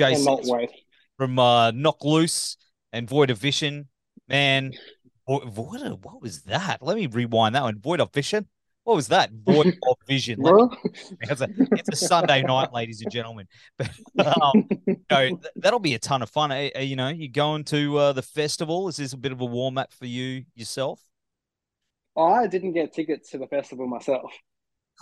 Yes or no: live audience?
no